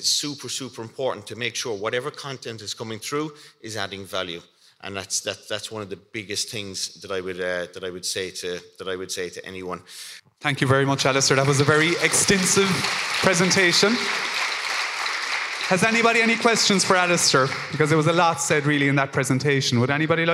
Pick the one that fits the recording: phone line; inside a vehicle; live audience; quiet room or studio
live audience